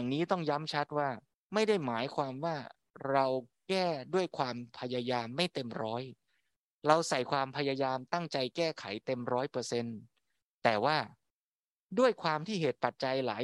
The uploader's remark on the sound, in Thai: บันทึกจากธรรมบรรยาย กิจกรรมวัดพระสุดสัปดาห์ (ออนไลน์) ณ อุโบสถชั้นล่าง วัดญาณเวศกวัน